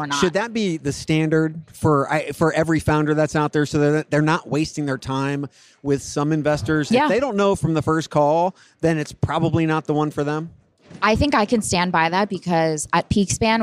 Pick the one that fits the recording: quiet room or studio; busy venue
busy venue